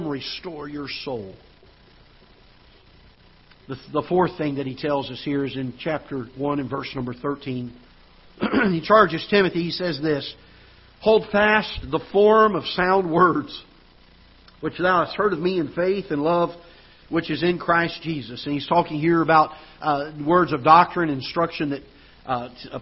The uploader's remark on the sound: Ketha Heights Baptist Church ~ Live Broadcast